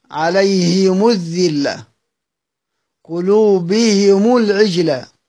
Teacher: الحرميان وابن عامر وعاصم، أدى أربعة، يكسرون الهاء ويضمون الميم، عليهم الذلة، قلوبهم العجلة، يكسرون الهاء ويضمون الميم من ذلك في كل القرآن · Term: ضم الميم وكسر الهاء